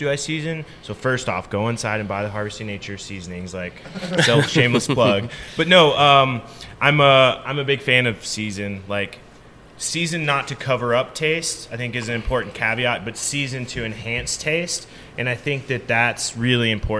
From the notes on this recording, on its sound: Host a live podcast with a question and answer session at the 2023 Backcountry Hunters and Anglers Rendezvous. Answer questions from the audience.